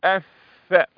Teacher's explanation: يعني بطن الشفة السفلى مع أطراف الثنايا · Term: حرف الفاء